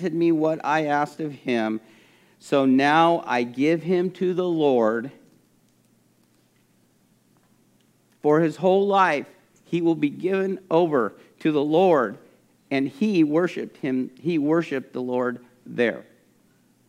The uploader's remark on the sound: This message was recorded at a Sunday service on February 20, 2022